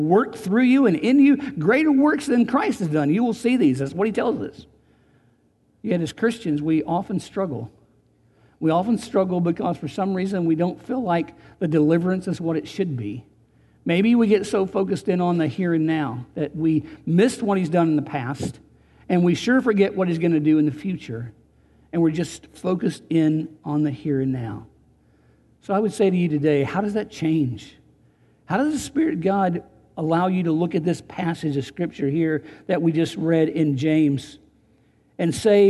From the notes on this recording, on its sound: Recorded on June 21, 2019 at Graceland Baptist Church in New Albany, Indiana.